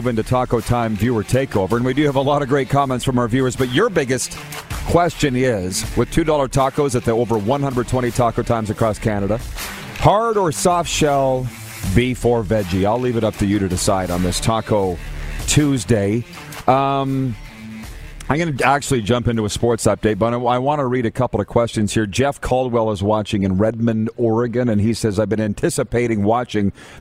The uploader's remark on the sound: We are LIVE from the city of Estevan, Saskatchewan for the 2022 Centennial Cup Junior Hockey Championship